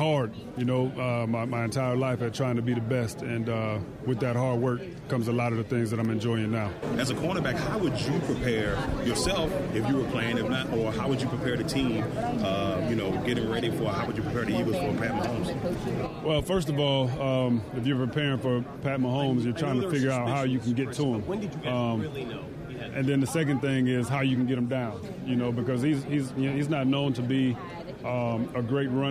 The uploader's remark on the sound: Live From Super Bowl Radio Row